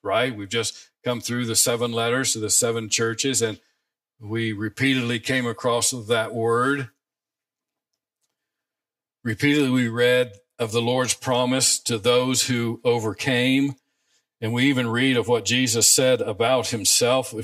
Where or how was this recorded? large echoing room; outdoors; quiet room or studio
large echoing room